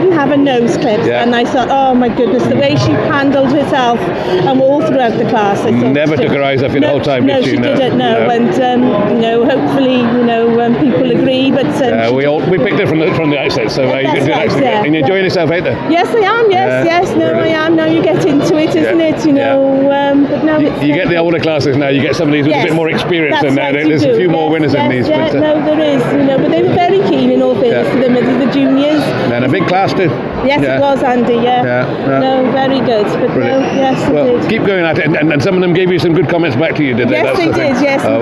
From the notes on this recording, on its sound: Live from Young Handlers competition. A quite unusual special short episode live from the Young Handlers section of the Stars of the Future calf show at Stirling.